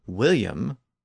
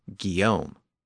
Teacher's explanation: So this emerged as a clear marker of a Norman dialect. The Normans pronounced the initial W, but the Parisians used a hard G. So we ended up with the Norman name William and the Parisian version Guillaume.